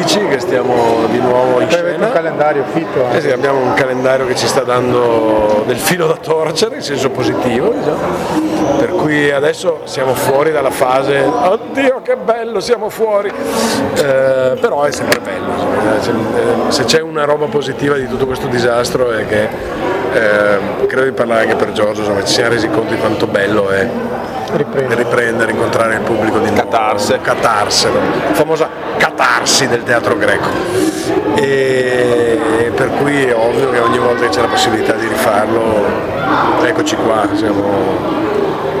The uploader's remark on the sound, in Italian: Interviste registrate con quattro grandi artisti ad Antiche Mura e Luoghi Comuni Festival al campo della Marta di Cittadella. Diretti da Teatro Bresci che ringrazio di cuore per aver ospitato Radio Cooperativa come Radio ufficiale dei Festival.